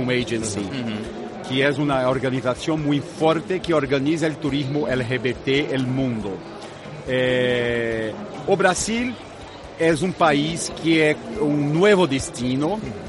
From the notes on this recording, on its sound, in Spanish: Pontechueca radio ha sido este año la emisora oficial de Fitur Gay LGBT. Por nuestro especial en directo desde el IFEMA, han pasado diversos destinos y empresas que estuvieron allí presentes.